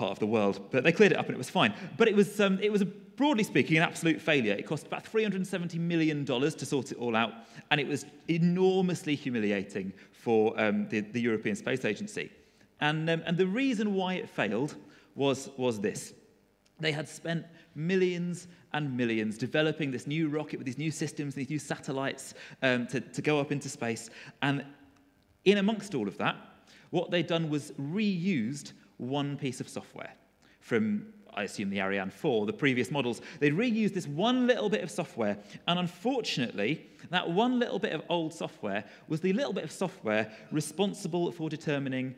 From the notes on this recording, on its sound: Recorded at freedomcentre church, Preston